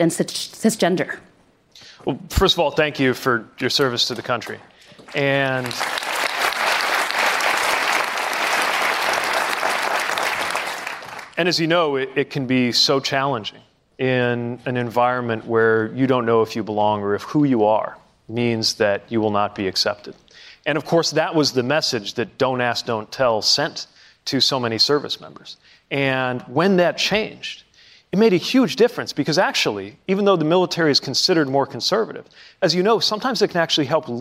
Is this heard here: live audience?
yes